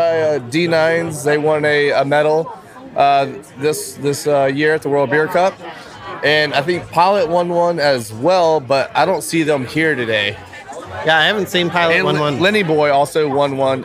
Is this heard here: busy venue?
yes